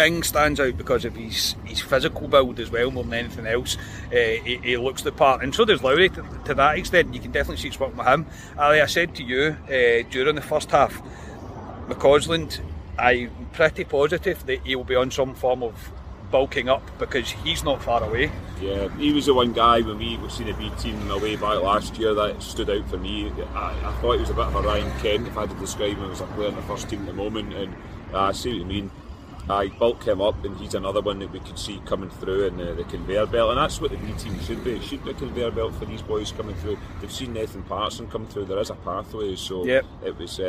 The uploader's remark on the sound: Reaction for outside Ibrox